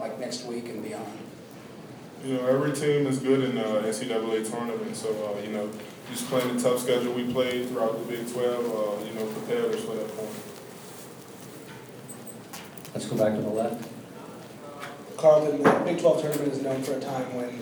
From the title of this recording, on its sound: Press Conferences & Post-Game Interviews